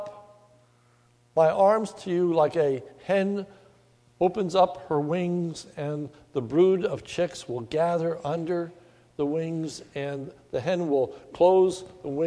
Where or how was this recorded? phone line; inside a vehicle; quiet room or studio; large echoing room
large echoing room